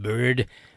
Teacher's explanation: De nem ezt mondjuk, csak hát jobb hián szakszerűen mondva, ez nem egy előképzett magánhangzó, mint amilyen az ő meg az ő, hanem egy középen képzett magánhangzó, amilyen a magyarban egyébként nincsen a magyar hangkészletben